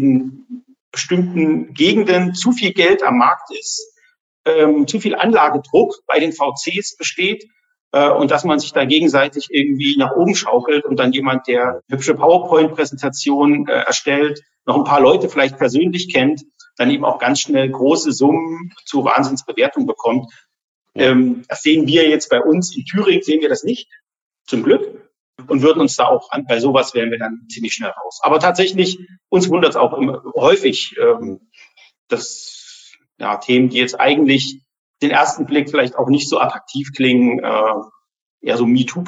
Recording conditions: video call